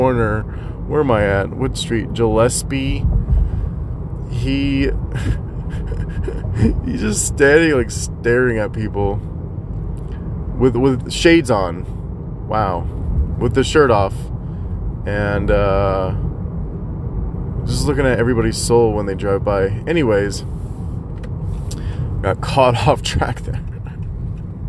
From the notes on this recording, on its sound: Rambling in the car while driving to gym.